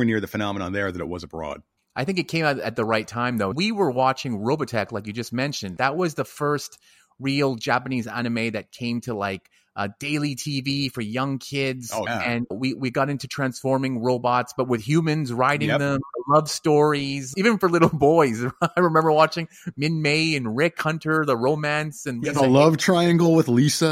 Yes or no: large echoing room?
no